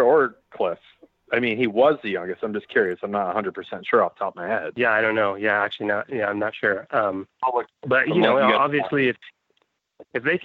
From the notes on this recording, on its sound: Finish the show off with some prank calls. On the phone (which he joins in eventually, for a short time).